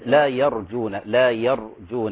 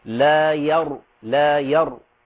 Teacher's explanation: واحذر أن تفخم الياء لمجاورتها للراء المفخمة